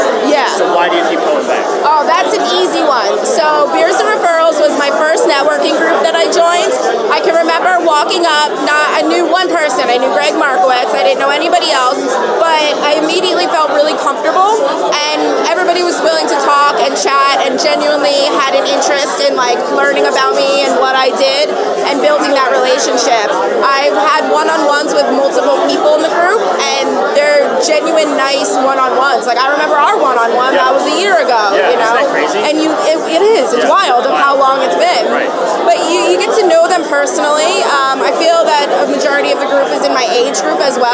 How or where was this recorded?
busy venue